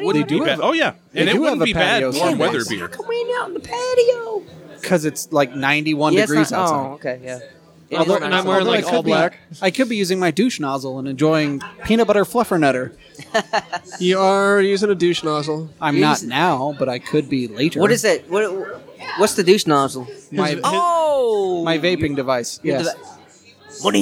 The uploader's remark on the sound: OHHAP Live from Deviate.